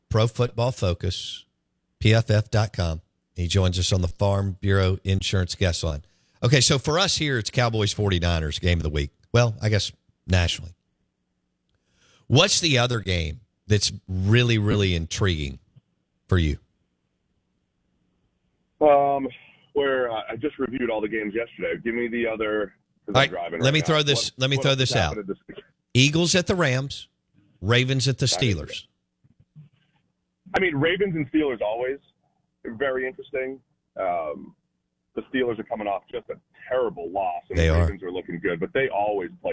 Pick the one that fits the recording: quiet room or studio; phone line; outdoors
phone line